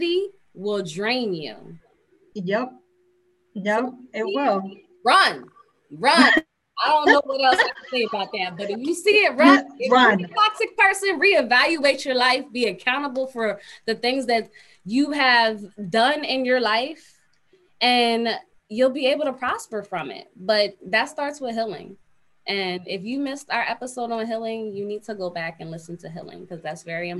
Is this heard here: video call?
yes